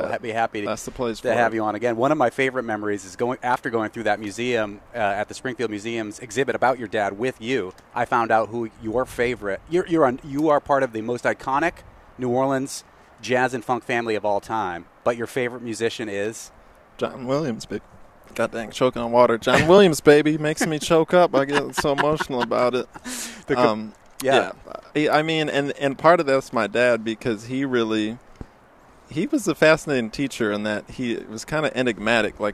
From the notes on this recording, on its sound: The Fabulous 413 is live in the streets of the Fabulous 413. We’re broadcasting live from the kick off to the Springfield Jazz & Roots Festival . We'll be joined live in front of The Student Prince on Fort St.